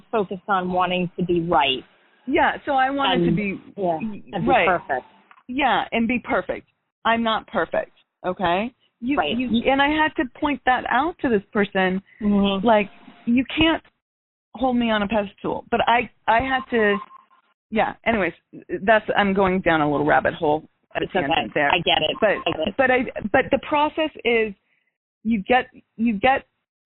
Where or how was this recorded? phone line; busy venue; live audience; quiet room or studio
phone line